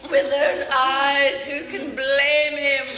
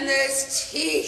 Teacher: some of the words, like the syllables, get drawn out, like the way you say eyes, blame, even teeth in this clip.